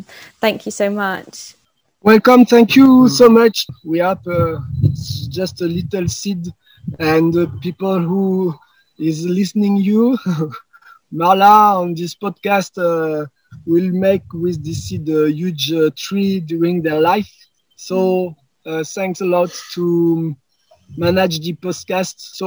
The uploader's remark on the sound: There are a few audio issues in this episode. Chatted with me from outside which was so lovely but also meant the sound quality isn’t as clear.